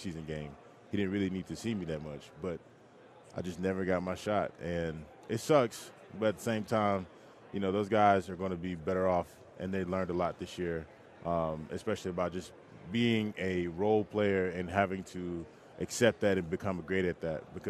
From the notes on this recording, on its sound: LIVE from Radio Row in Las Vegas